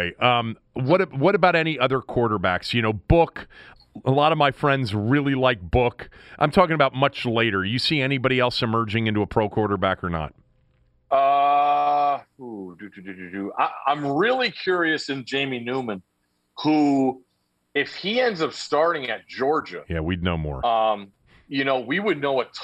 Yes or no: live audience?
no